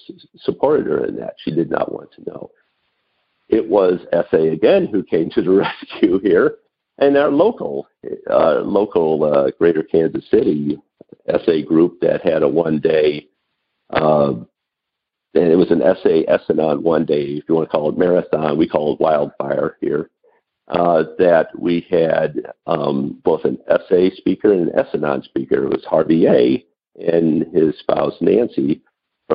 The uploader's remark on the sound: Noon Phone Speaker Meeting